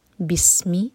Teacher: سین پر وسل والی ساؤنڈ